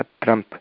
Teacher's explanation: किन्तु मकारस्य औष्ठौ इति स्थानमपि नासिकापि स्थानमस्ति, यत् अनुनासिकवर्णः. अतः तत्र स्थानेन्तरतमः अतीनेन मकारः स्वीक्रियते, अतः अनुस्वारस्य स्थाने मकारः त्रम्प्.